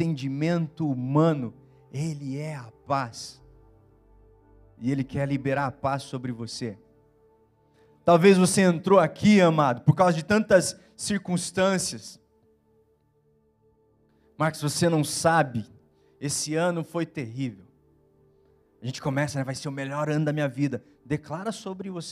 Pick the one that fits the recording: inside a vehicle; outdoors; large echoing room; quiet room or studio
large echoing room